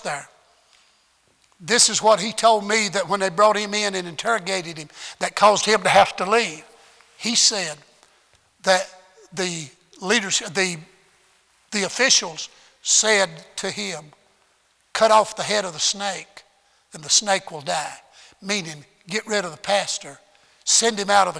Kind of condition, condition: setting, large echoing room